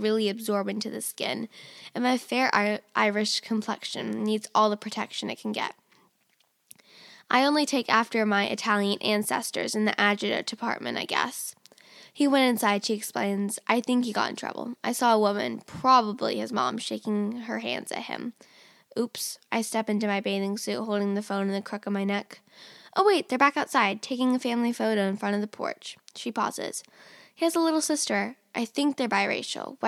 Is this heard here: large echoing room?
no